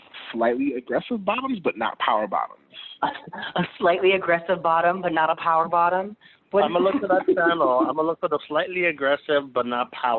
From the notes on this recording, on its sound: This week we phone in as we are all self quarantined in different states.